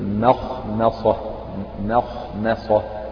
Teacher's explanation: كلمة مخمصة فيها ميمان، الميم الأولى بعدها خاء، والميم الثانية يعني وقعت بين حرفين مفخمين، قبلها خاء وبعدها صاد، والميم من حروف الترقيق · Term: رقق ميم مخمصة